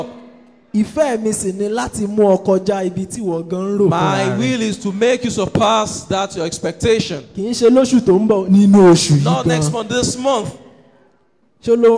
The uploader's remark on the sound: Preached at TAC Powerline District, Lagos Nigeria.